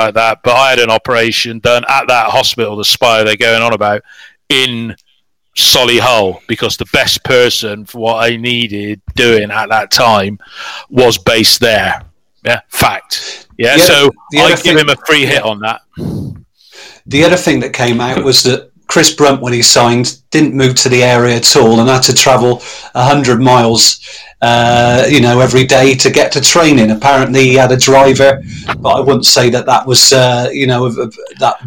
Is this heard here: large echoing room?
no